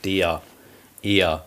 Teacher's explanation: wir sprechen kein phoniertes R, sondern das ist ein sogenanntes vokalisiertes R hinten. Also du sprichst eigentlich E-E-A hinten, der, eher.